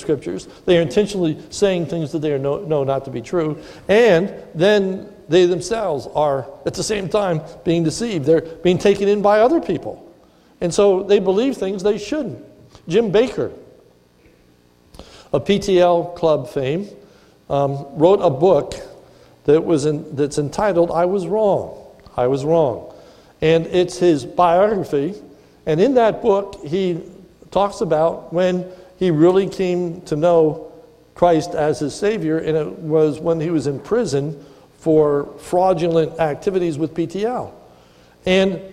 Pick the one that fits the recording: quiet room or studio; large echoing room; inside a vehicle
large echoing room